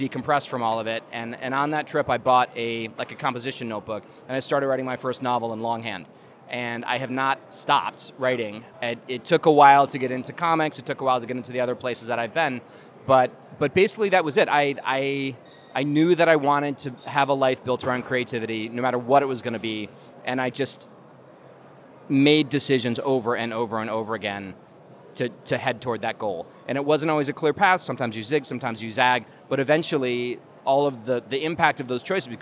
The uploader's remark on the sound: During Star Wars Celebration, I took a break from the show floor, headed upstairs to the convention center bar and sat down.